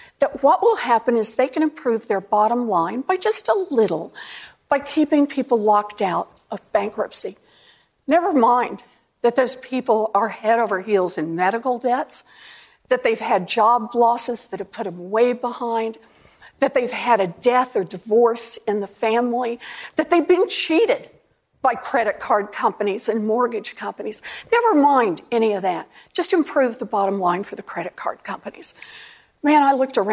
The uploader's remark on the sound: during a live town hall